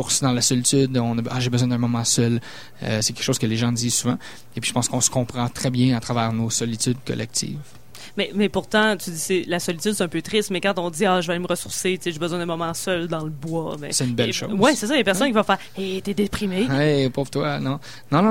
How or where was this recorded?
busy venue